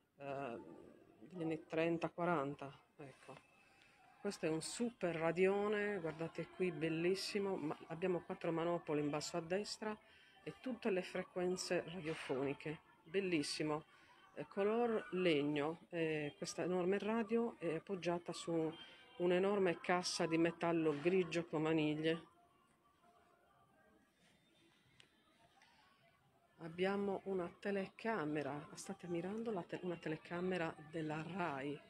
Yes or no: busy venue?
yes